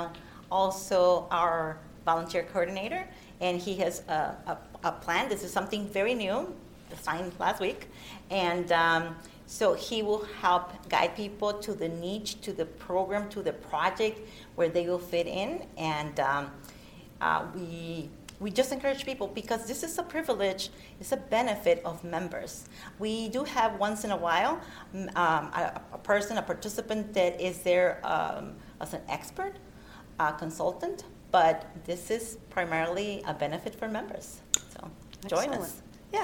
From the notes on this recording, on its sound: recorded at NAJIT's 43rd Annual Conference